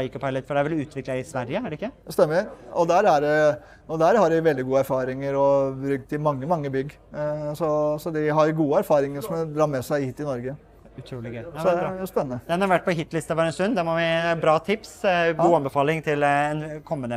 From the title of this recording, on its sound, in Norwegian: LIVE fra NemiTek sin Energiteknisk konferanse